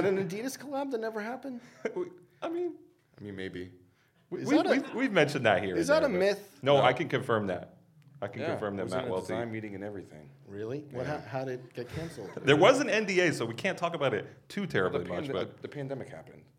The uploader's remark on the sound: Which was filmed live in front of a studio audience at ComplexCon earlier this month.